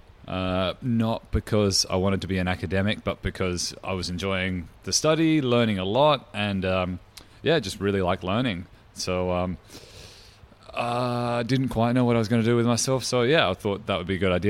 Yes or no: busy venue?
yes